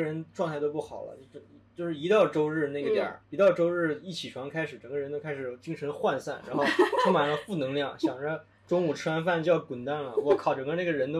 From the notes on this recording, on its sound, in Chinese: 本期音质有点炸，请大家多多包涵